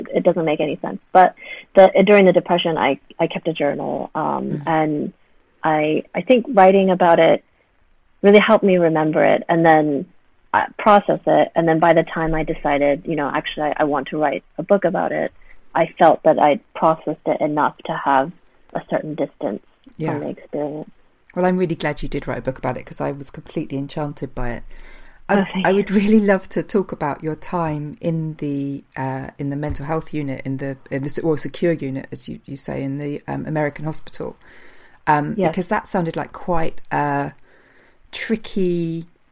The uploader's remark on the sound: This interview is recorded over a line, so please forgive any glitches in sound.